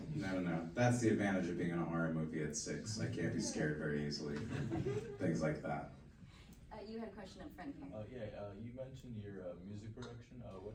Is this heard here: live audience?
yes